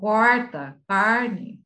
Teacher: ele tem a característica do R retroflexo